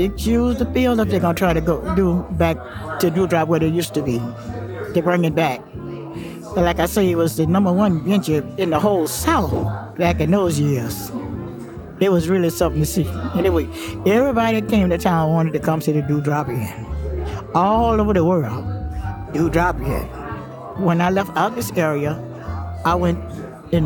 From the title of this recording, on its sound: Live at The Drew Drop Inn